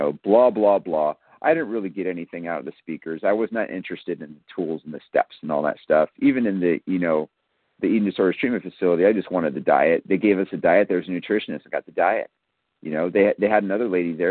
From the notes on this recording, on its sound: from the 100 Pounders Phone Meeting